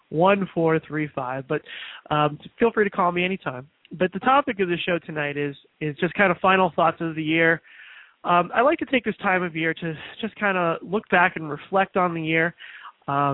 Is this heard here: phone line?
yes